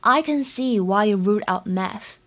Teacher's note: see，它当中呢是长元音的一，不要读成 say · IPA: [si:]